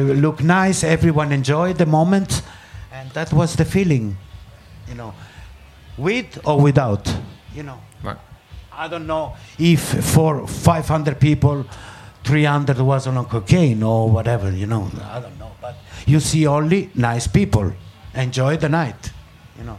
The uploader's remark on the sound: Last week we were lucky enough to be invited to record three podcasts at the International Music Summit in Ibiza , better known as IMS. Recording these conversations live, and in front of an audience, is a totally different proposition to a one-on-one chat in a studio or on the phone and this episode reflects that.